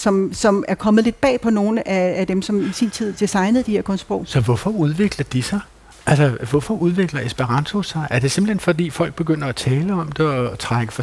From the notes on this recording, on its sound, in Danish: Klog på Sprog sender live fra sprogfestivalen Sprogense